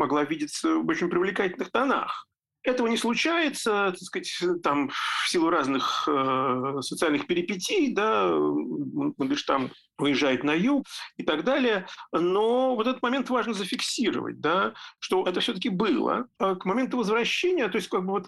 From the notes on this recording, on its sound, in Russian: в зуме, приносим извинения за качество звука!